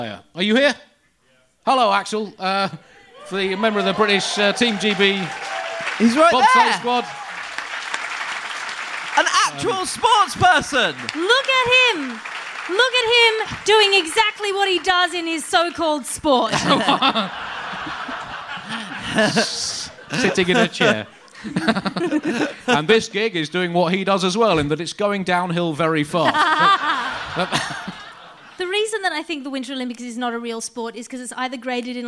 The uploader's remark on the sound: It's a live special